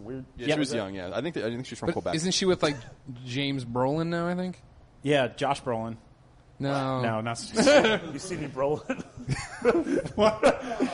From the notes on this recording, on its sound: We recorded this off-site at a bar, so pardon the audio quality.